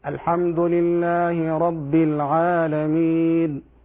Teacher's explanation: اعتمد على خيشومه في نطق بعض الحروف فينطق الحروف مشربة بصوت الغنة. لاحظ: الحمد لله رب العالمين.